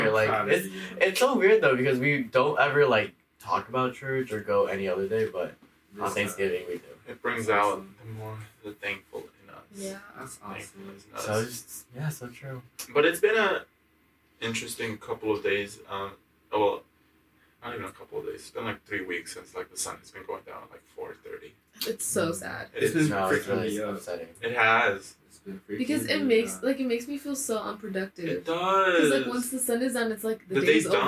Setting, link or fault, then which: fault, poor sound quality